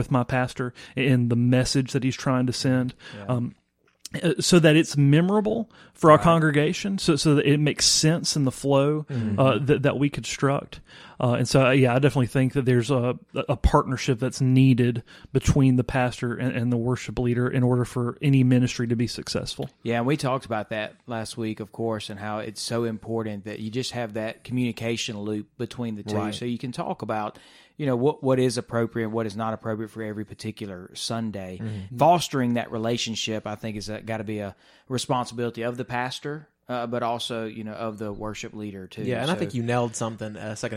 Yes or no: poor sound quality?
no